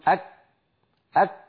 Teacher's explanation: الشعوب التي من حول العرب في عصرنا مثلا من الشعوب المسلمة من ينطق الكاف في لغته غير العربية بترا، فيقول أك أك هكذا، كاف مبتورة من غير همس